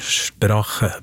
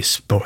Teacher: Sånn at du får den ach-lyden, og så får du den sånn r, og så får du en k på norsk.